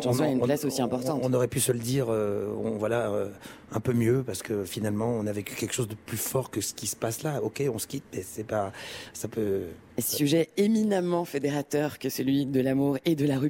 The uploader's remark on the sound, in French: En direct de Rolland-Garros.